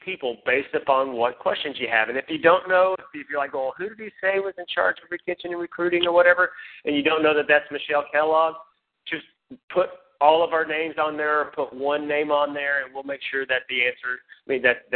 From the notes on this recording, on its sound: Team Elite Conference Call.